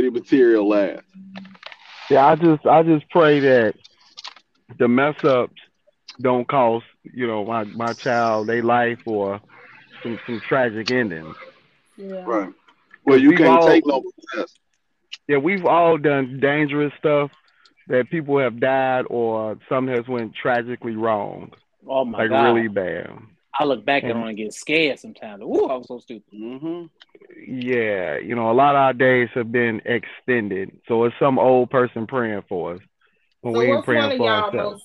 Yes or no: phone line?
yes